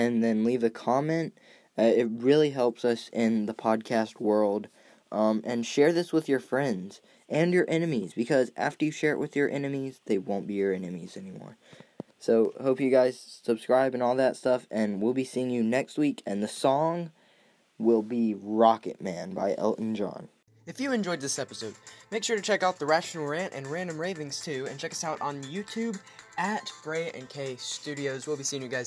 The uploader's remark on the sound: via telephone